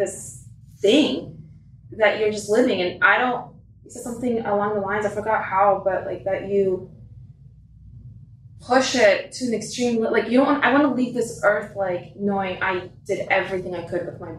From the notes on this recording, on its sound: Disclaimer: This show is audio-challenged, as the file from our soundboard was corrupted beyond repair. Please excuse the sound quality.